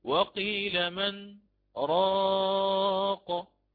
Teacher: الإمام حفص يقف على النون الساكنة من كلمة من فيقرأ: وقيل من راق.